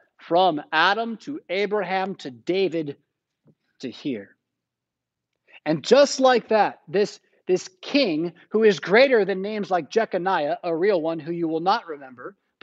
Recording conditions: large echoing room